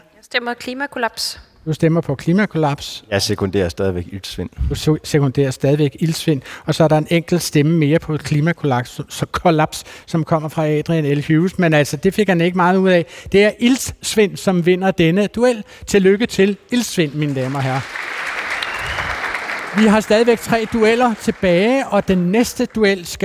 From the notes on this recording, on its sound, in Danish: Årets Ord kåres live foran 300 gymnasieelever i Frederikssund.